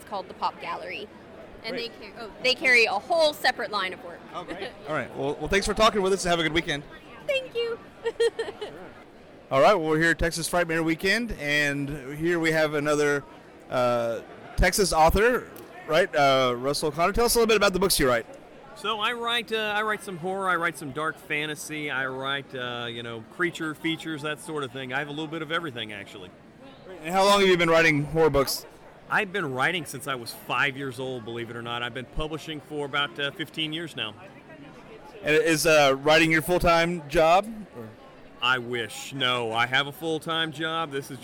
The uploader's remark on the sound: After a 2 year hiatus the podcast is back with some recorded interviews from Texas Frightmare Weekend 2022.